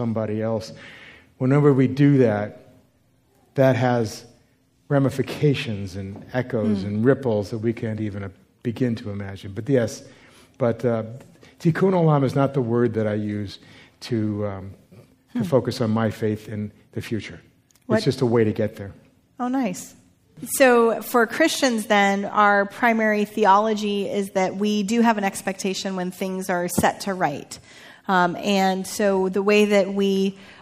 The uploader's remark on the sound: recorded live with members of Spark Church and Etz Chayim, and features questions from the two congregations